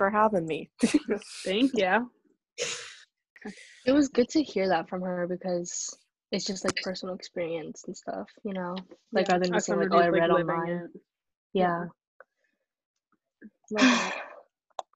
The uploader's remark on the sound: In this most recent episode we recorded via Zoom call.